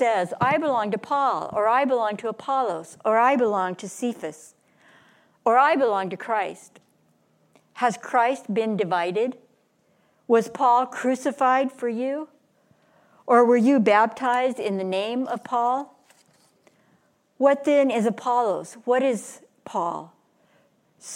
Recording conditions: large echoing room